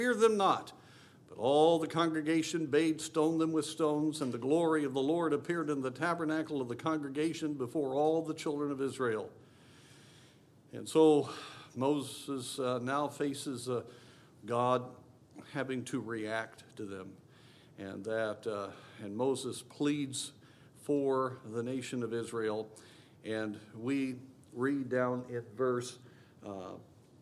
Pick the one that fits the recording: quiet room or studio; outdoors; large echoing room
large echoing room